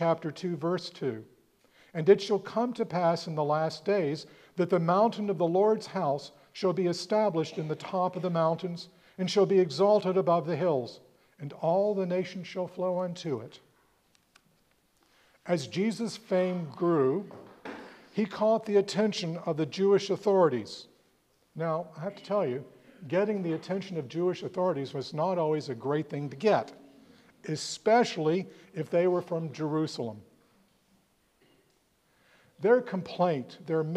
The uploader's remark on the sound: preached at All Saints Anglican Church in Charlottesville, VA on February 25, 2024